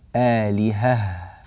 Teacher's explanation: نأتي بالهاء الأولى والهاء الثانية مفصولتين موضحتين